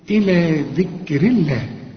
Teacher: الراء هنا مكسور، ما دام الحرف اللي قبل لفظ الجلاله مكسور رقق لفظ الجلاله